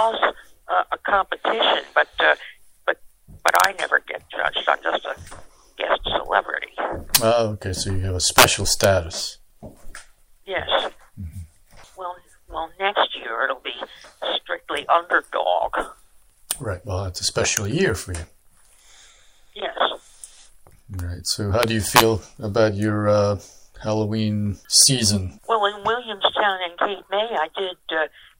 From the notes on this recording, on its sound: Live from Cape May. Phone interview.